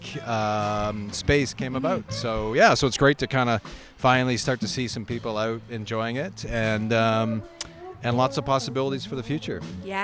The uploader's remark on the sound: LIVE from Breithaupt Block. The grand opening of the new Breithaupt Block Parkette at King and Wellington in Midtown.